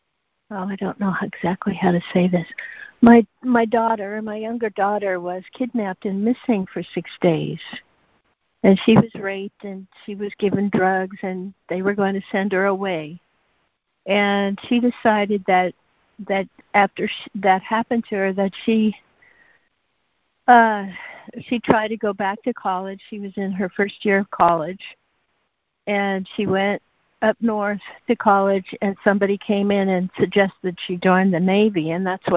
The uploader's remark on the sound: ACIM Daily Conference Call.